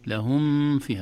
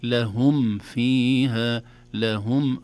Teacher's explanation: الصحيح أن الميم الساكنة إذا جاء بعدها فاء تظهر · Shown in: second take · وأظهر لدى واو وفاء أن تختفي لقربها. · Term: إظهار